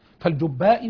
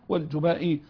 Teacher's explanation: على اعتبار إضافة لشيخه أبي علي الجبائي، جاز أن أقول الجبائي، فهي بالتشديد مع الفتح على الباء تارة، وأيضا تنطق بالتخفيف بالفتح فقط دون التشديد